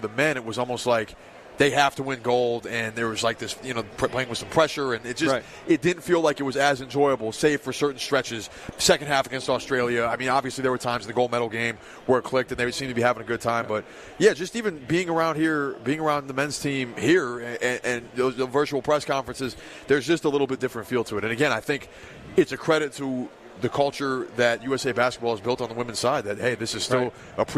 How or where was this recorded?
busy venue